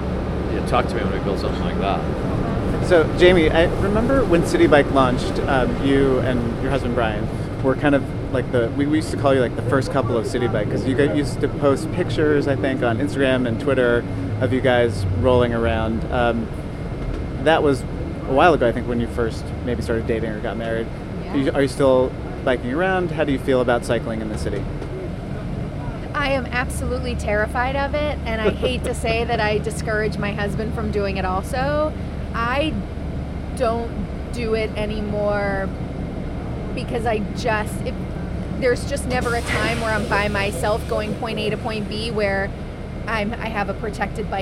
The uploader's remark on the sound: on board the M14 crosstown bus